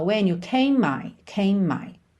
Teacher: Só que o E não é pronunciado. Então, o M é o último som dessa palavra. E o M é o primeiro som e a primeira letra de my. Então, a gente junta num M só